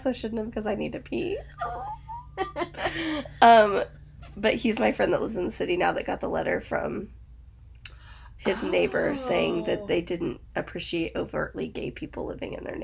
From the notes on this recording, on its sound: Get ready for all the shenanigans of sound issues, family coming through while recording.